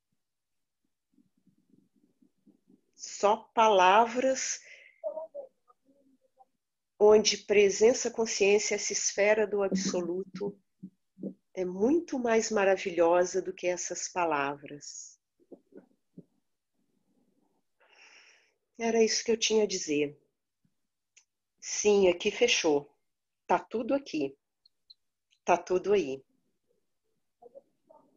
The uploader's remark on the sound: Online via Zoom